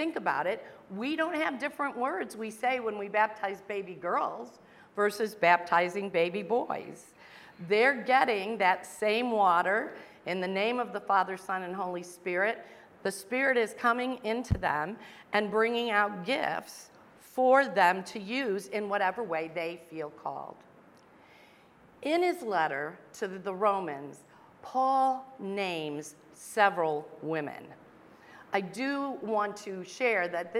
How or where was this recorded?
large echoing room